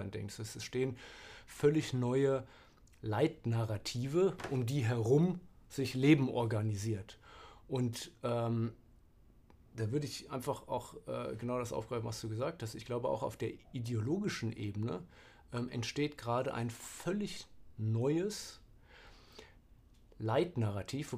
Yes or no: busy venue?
no